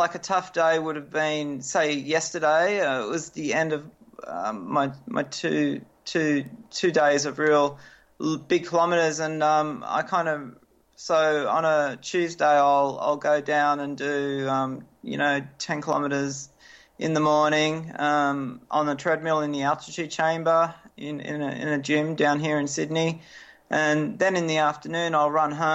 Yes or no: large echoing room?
no